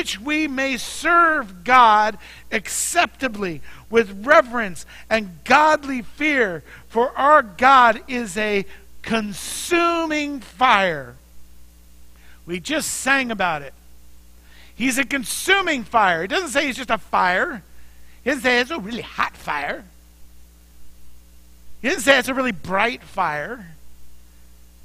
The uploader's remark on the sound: Mt. Zion Church Live!